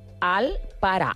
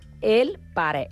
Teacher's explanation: A Catalunya tenim vocals com la A i la E, que són, que poden ser vocals àtones. Això, a Catalunya, es pronuncien igual com una vocal neutra. · Shown in: first take